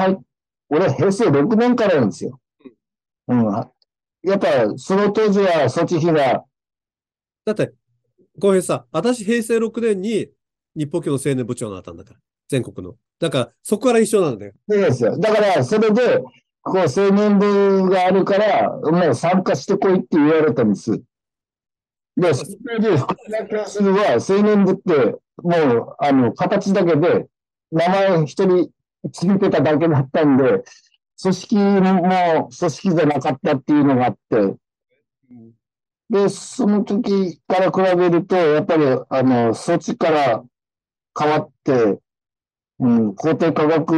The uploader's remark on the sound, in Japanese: 音声に乱れがあることをご容赦願います